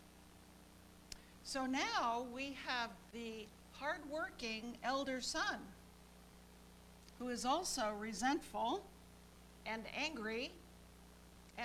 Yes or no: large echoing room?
yes